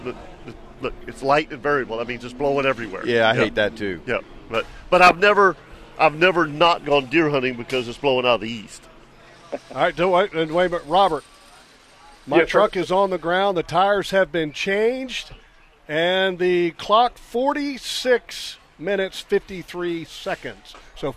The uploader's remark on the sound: LIVE from Tire Outlet.